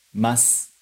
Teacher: a gente não vai pronunciar esse U no final de mas e des